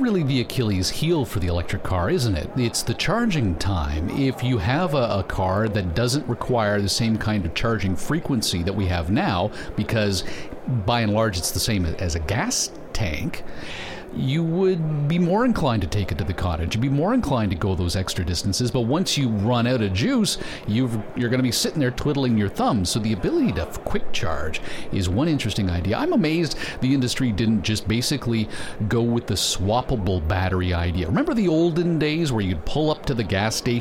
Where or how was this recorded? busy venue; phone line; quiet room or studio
busy venue